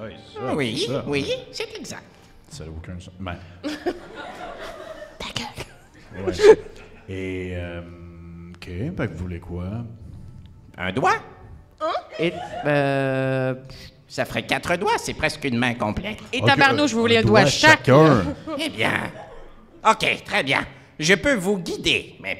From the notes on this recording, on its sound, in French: En direct du Centre des Arts Populaires de Nicolet. Se réunir autour d'une même table physique en vrai de vrai pour un épisode LIVE. CAPTATION EN LIVE RÉALISÉE PAR COUP CRITIQUE (avec les limites que ça comporte).